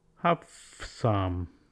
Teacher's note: V changes to F in the phrase have some